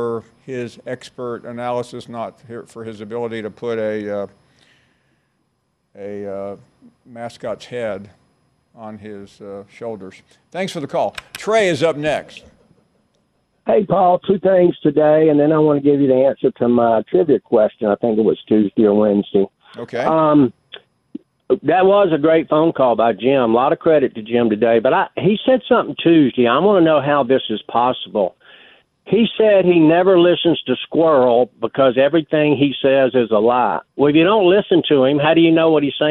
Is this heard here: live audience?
no